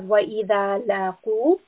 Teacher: Qaf is a heavy sound, mouthful, back of the tongue raised.